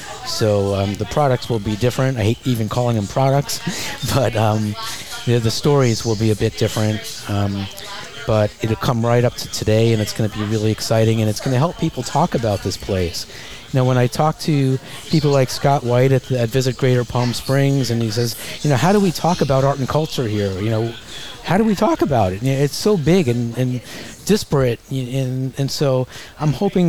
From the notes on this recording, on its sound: Recorded live at the center of the Coachella Valley, Skip Paige’s Little Bar .